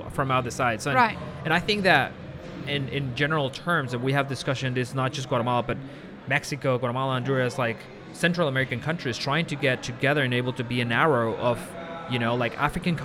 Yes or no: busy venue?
yes